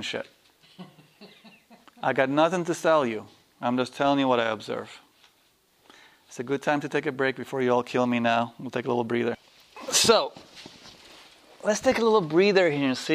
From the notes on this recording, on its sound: This workshop was recorded on August 7, 2010, at Omega in Rhinebeck, NY. This is the second day of a three-day workshop.